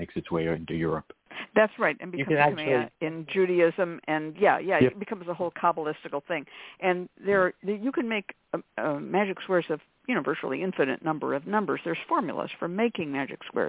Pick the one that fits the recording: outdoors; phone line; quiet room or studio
phone line